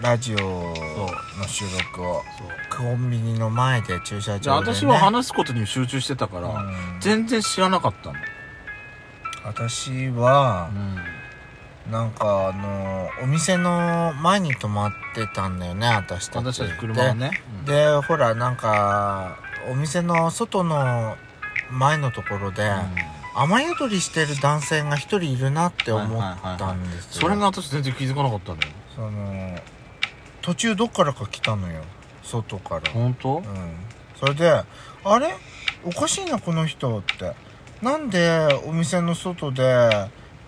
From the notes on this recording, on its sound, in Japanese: パーキング収録。